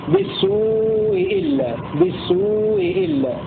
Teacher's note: تسهيلها مع التوسط والقصر على قاعدة تسهيل الهمزة الأولى من المكسورتين